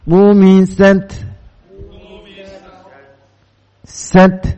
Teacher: makhrajnya ta itu adalah usul as-sanaya al-ulya. Yaitu pangkal gigi seri atas.